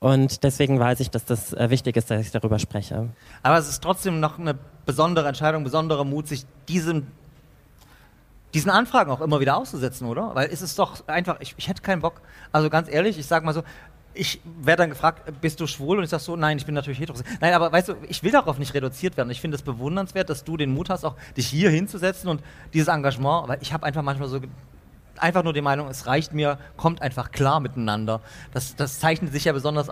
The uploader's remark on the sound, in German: Live-Podcast. Zum Pre-Opening des CSD Leipzig auf dem Augustusplatz.